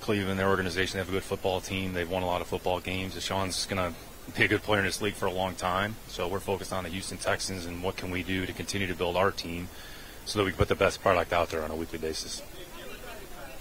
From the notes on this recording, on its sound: LIVE At The NFL Combine. LIVE from Indy.